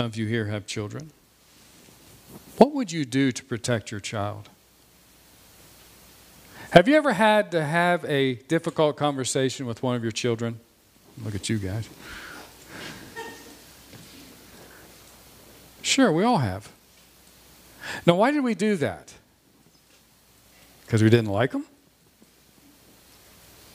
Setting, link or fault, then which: setting, large echoing room